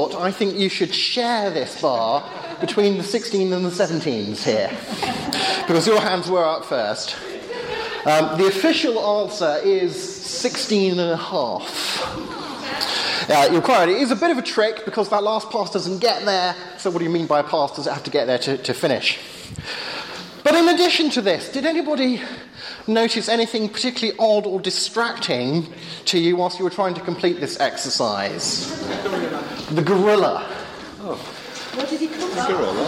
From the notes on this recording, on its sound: Sunday afternoon talk with Q&A at Hesketh Bank Christian Centre.